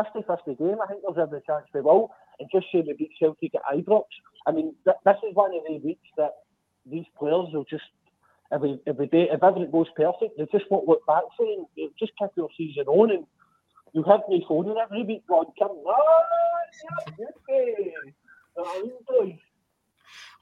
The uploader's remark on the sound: Rangers Rabble Phone